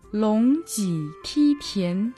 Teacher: Лонг Ти Ти Тян. Лонг произносится во втором тоне, Ти в третьем тоне, Ти в первом, а Тян во втором тоне. Лонг Ти Ти Тян.